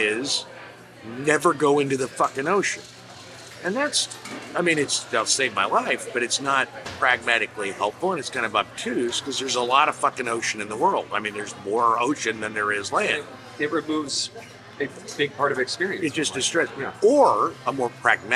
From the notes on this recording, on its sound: Live from Chicago! They convene at the Cornerstone Cafe for breakfast and recorded the ApeCast amongst other diners and also have a lovely breakfast.